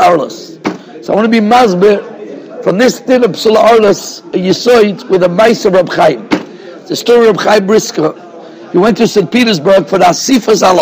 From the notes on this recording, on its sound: Shiur recorded in Yeshivas Ohr Reuven, Monsey, NY.